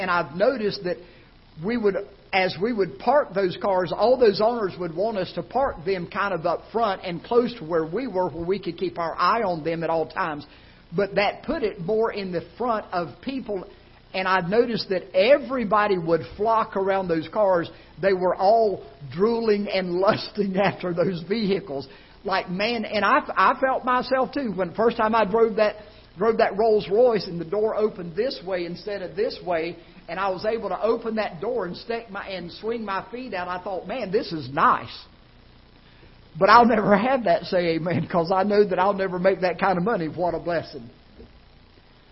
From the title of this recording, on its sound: Ketha Heights Baptist Church ~ Live Broadcast